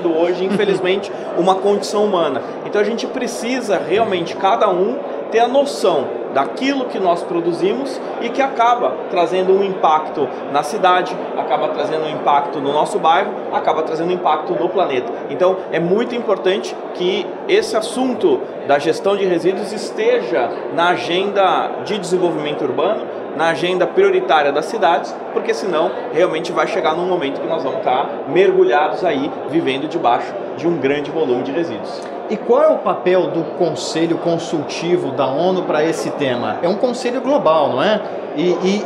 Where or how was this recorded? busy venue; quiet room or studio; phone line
busy venue